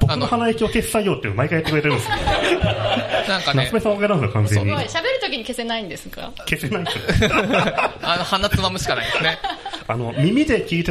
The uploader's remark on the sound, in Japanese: コルクラボ文化祭公開収録。